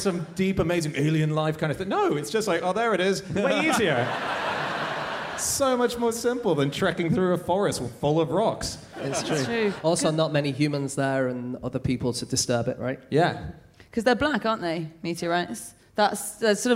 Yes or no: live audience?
yes